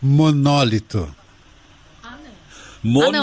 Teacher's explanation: monólito existe, está no dicionário, é com acento, é proparoxítona